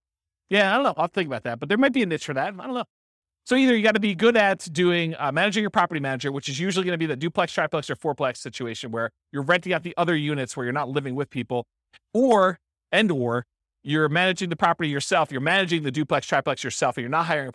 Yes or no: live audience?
yes